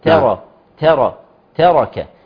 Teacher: الراء هنا مفتوحه فهي مفخمه قولا واحدا من الثمان حالات التي هي تفخم قولا واحدا.